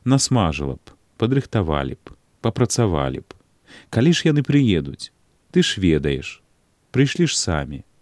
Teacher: Калі папярэдняе слова канчаецца «нагалосны», прыпамінаныя тут часцінкі і злучнік абавязкова змяняюць у моўнай плыні сваю форму. Вымаўляем глухія «п» і «ш».